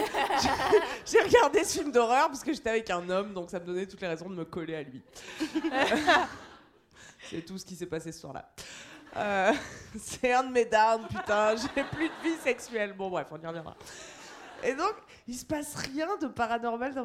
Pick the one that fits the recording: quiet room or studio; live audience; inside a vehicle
live audience